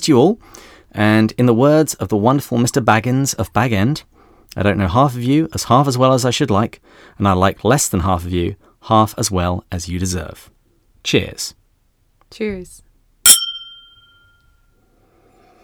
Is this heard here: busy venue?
no